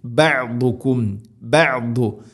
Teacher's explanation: ബഅദുക്കും അല്ല ബഅ. ഐന് തൊണ്ടയുടെ മധ്യഭാഗമാണ് മഖ്റജ്. അതുപോലെ ഐന് സുക്കൂനാണ്.